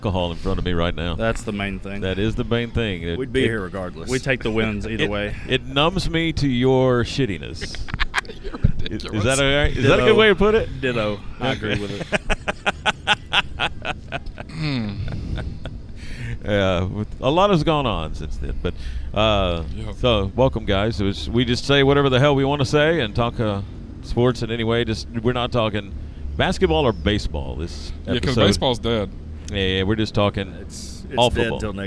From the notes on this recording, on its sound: We were live from Hops today!